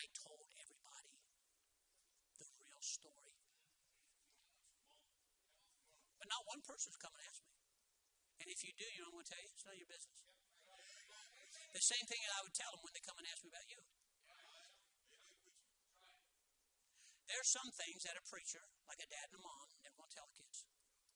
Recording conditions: large echoing room